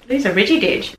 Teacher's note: She said all the syllables equally.